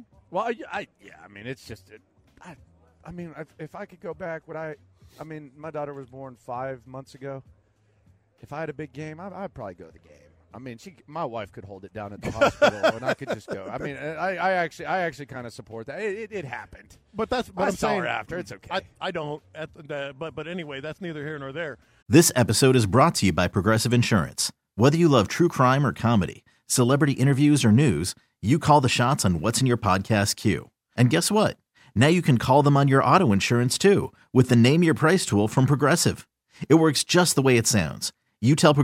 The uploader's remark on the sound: Live from Radio Row